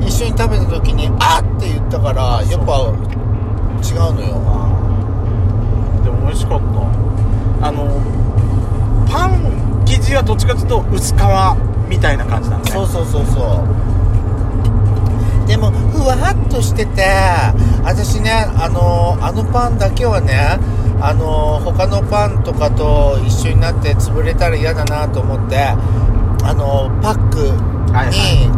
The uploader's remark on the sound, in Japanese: From Radiotalk。ドスドライブ収録。ロードノイズゴメンね。